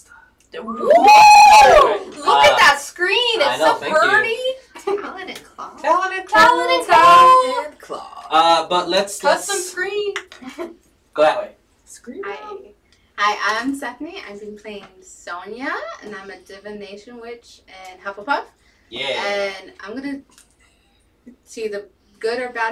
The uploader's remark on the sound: Sorry for the audio issues.